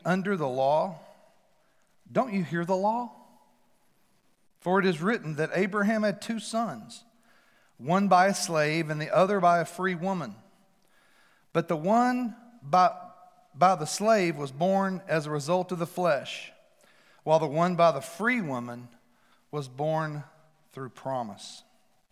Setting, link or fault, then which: setting, large echoing room